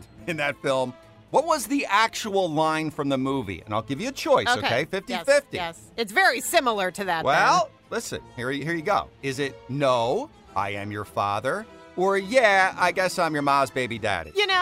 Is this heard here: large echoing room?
no